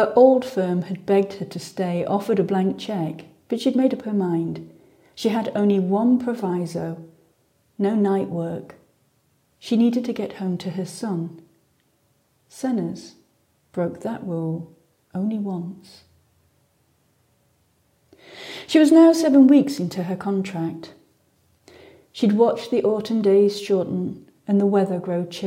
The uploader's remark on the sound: Complete with strange creaking doors, hollow acoustics and extraction fans with a life of their own. Sets off for strange-familiar places with a story, an iPhone and a microphone in hand. In the East Midlands, UK.